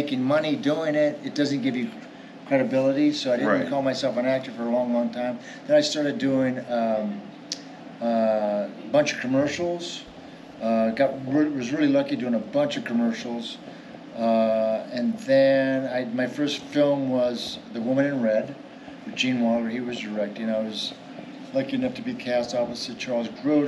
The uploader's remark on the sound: Live From Pittsburgh's Horror Realm Con 2023